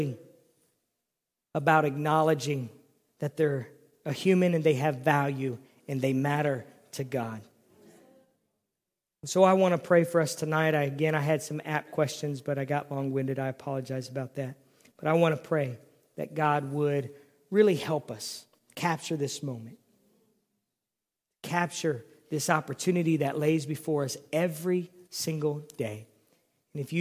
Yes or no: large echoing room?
yes